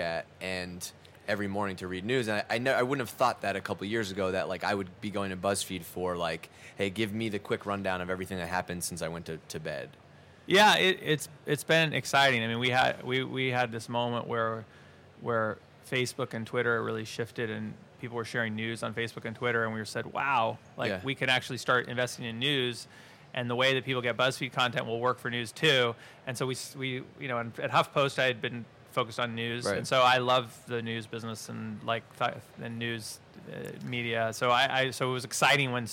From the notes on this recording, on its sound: On this live-recorded episode from INBOUND 2015.